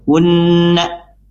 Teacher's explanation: syafawi di sini jelas, kemudian ada nun yang bertasydid, ya, unna, nun bertasydid dibaca mendengung sempurna dari pangkal hidung atau khayshum · Term: gunna musyaddadah